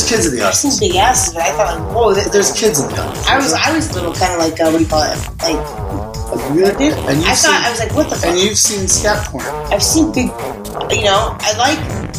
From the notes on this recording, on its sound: LIVE from Laguna Beach? Live from Laguna Beach's Suite-or whatever it is, sorry for the audio.